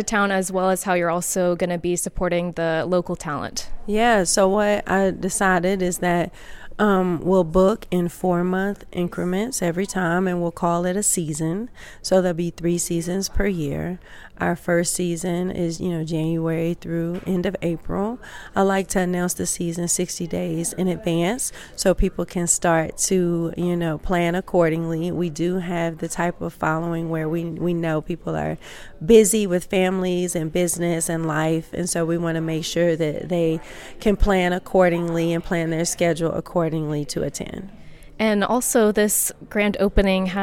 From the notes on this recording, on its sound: This episode features live recordings from Missy Lane’s opening night on January 13, 2024.